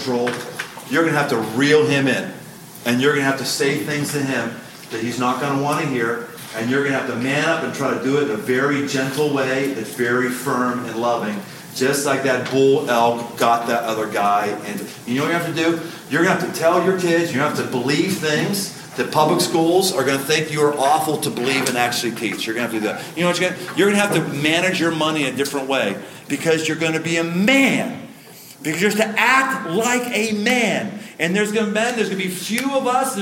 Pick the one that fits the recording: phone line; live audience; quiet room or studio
live audience